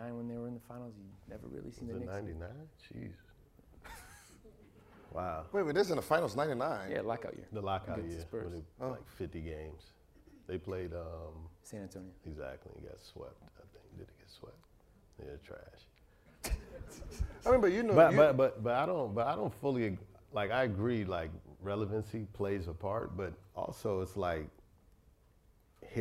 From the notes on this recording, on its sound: On this episode, we come to you from Complexcon. We had an invite to do a show in front of the Long Beach audience at the event.